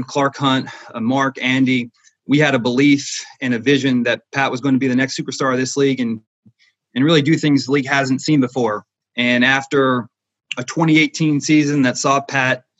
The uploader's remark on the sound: Zoom press conference.